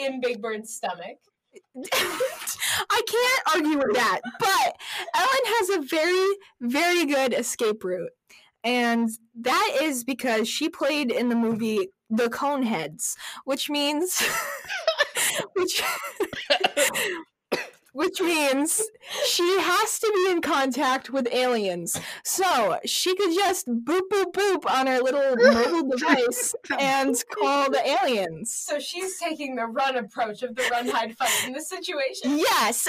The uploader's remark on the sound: We apologize for the funky audio this week, we had some strange technical difficulties